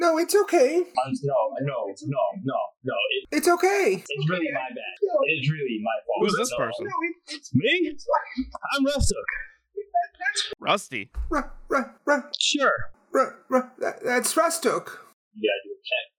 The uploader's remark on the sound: Please excuse the quality on this one; we had some recording issues and are in the long process of transcribing and re-recording the lines. It'll be updated piecemeal as we get them in.